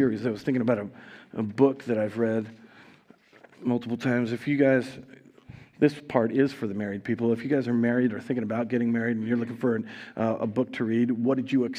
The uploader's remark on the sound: Recorded live at Word of Life Church in Le Sueur, Minnesota, on January 8, 2023.